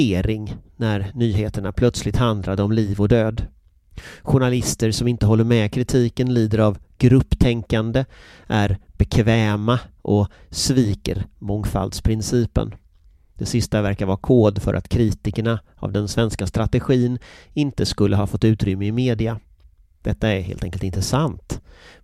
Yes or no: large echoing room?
no